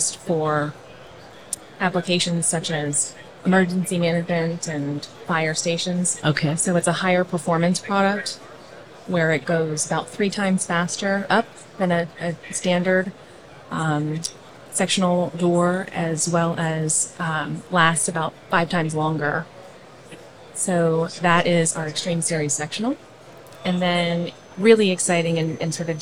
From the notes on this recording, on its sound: LIVE from A'23 with Clopay. A conversation from our live podcasting event at the 2023 AIA Conference on Architecture in San Francisco, California.